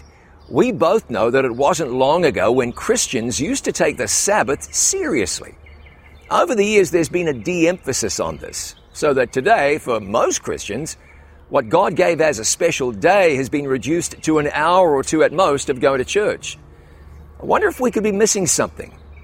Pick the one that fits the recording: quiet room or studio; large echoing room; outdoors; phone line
outdoors